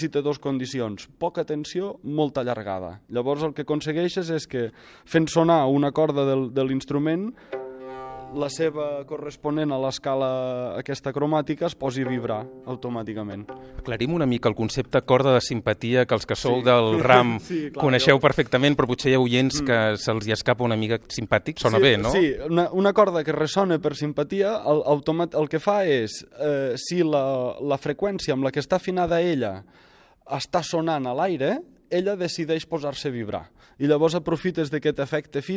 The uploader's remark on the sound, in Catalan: a la Fira de Lutiers de Cervera, on vam poder enregistrar aquesta conversa breu